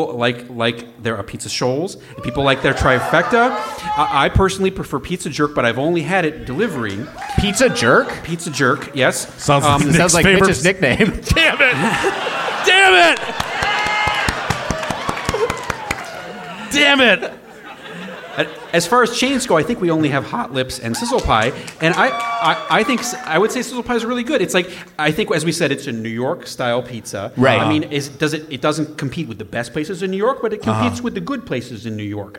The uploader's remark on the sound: Recorded live at Revolution Hall in Portland, Oregon.